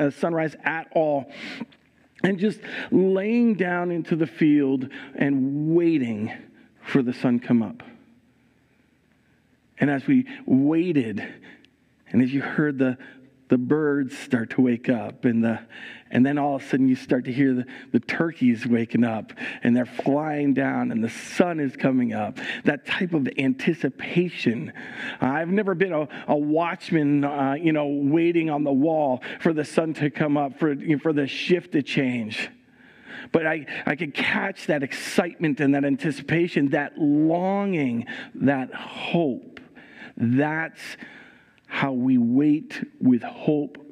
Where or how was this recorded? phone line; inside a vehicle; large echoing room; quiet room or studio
large echoing room